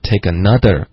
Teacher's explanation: another 的这个 z 是一个摩擦音他刚用了一个的的音代替它了